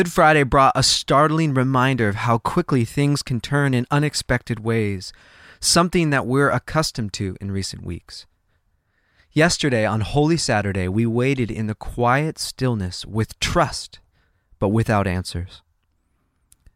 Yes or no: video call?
no